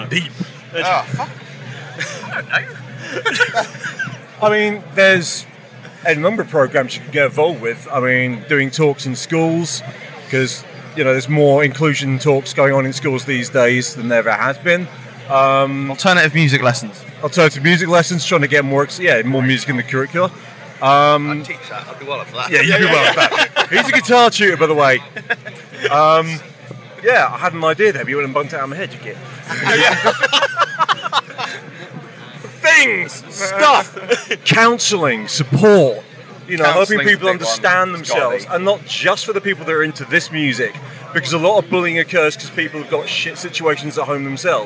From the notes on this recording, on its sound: From our 'Live from Bloodstock 2023' series.